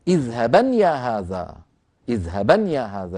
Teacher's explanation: تبقي العرب نون التوكيد الخفيفة في الوصل نونا